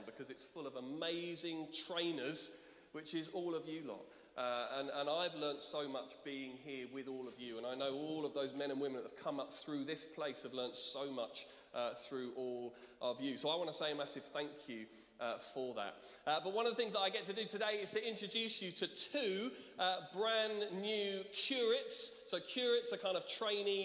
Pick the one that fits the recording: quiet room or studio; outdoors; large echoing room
large echoing room